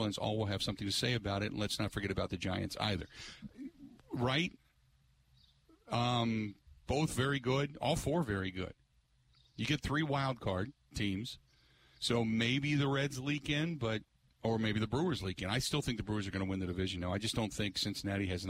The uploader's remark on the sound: With the show broadcasting live from the Rock Sports Complex in Franklin.